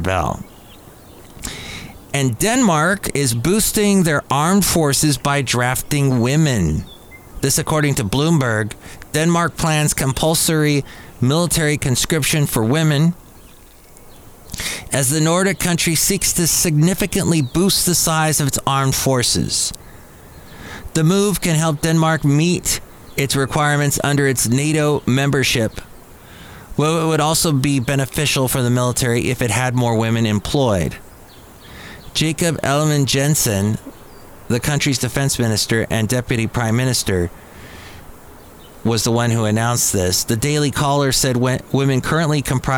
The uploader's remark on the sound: podcasts live from Cafe Anyway